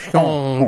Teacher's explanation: Kind of like an N without committing to the N.